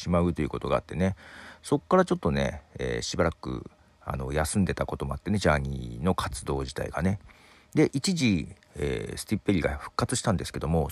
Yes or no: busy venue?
no